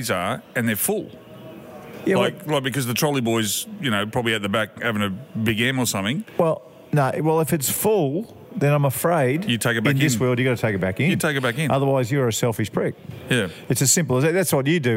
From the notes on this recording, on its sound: Live from the Mountain View Hotel